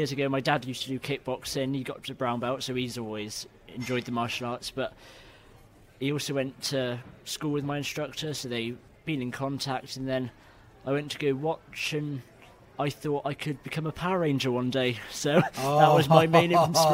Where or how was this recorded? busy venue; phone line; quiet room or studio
busy venue